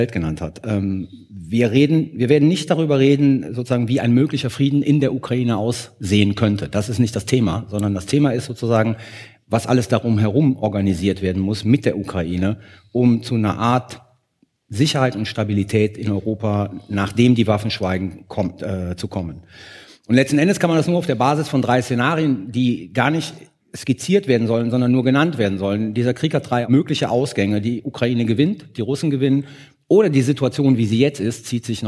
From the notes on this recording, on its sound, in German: live in Berlin vor über 700 ZuschauerInnen in der Akademie der Künste